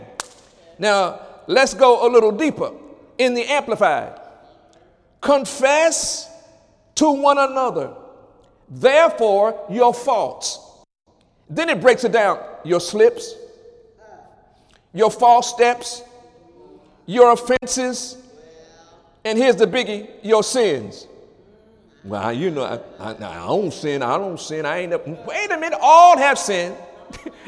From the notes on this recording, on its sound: During Wednesday night service on May 17, 2017